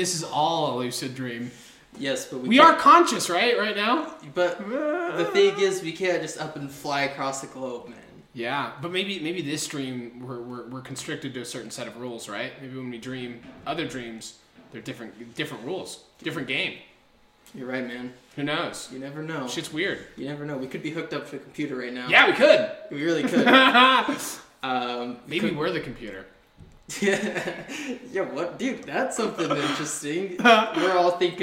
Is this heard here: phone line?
no